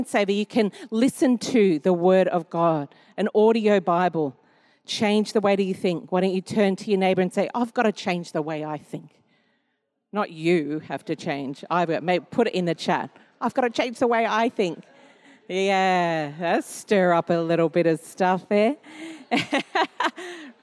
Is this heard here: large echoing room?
yes